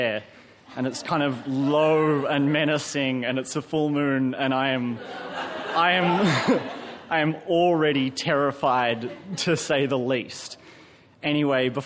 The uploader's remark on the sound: Recorded live at the Arthouse Hotel, Sydney.